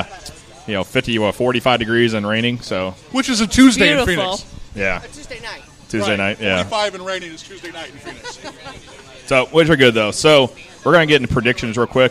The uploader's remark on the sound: Live at The Winter Classic Part 2. Part 2 of our live broadcast outside Busch Stadium.